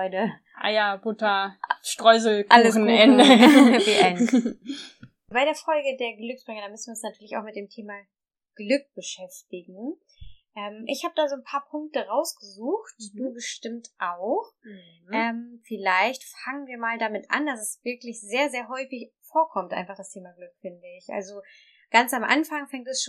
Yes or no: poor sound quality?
yes